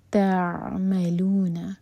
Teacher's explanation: عین ساکن پر تھوڑا ٹائم دیں گے تاکہ جھٹکا نہ ہو